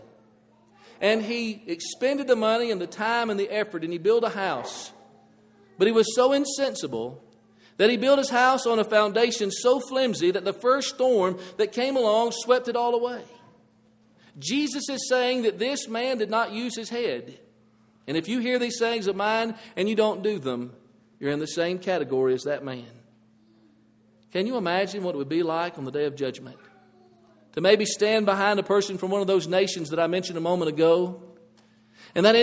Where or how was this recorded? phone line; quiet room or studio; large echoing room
large echoing room